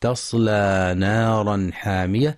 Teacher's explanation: وينتبه القارئ في تصلى نارا حامية لترقيق التاء في تصلى، فلا ينطقها طاء لمجاورتها الصاد، مع بيان الإظهار الحلقي في نارا حامية لوقوع الحاء بعد التنوين.